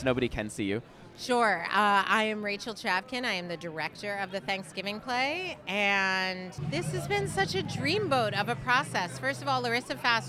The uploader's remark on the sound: Live from The Thanksgiving Play Broadway Opening. On The Thanksgiving Play Broadway opening night red carpet.